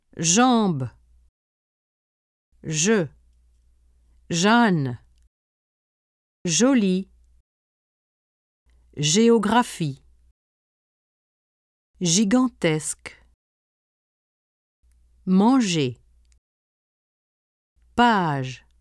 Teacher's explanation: If you pronounce sh and add voicing, the vibration of the vocal cords, you will produce the sound je.